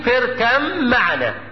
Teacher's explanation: التشديد ناشئ من ادغام الباء الساكنه في الميم، باء اركب في ميم معنا